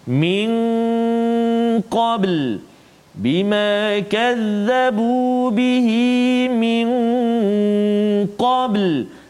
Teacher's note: nun mati bertemu dengan qaf dengung dua harakat